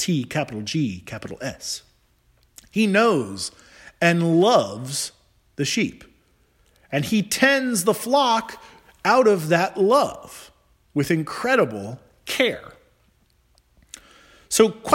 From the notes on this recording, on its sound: Charles Anglican Cathedral, Bremerton, Washington.